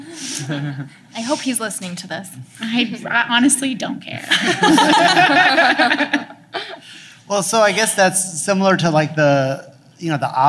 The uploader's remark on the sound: Live from Los Angeles. In front of a live audience in Los Angeles.